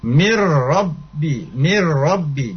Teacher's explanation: Jadi langsung ke ro tapi tidak boleh dengung ya. Nah, jadi ro nya tidak boleh dengung, mir tidak boleh ya. · Term: idgham bila guna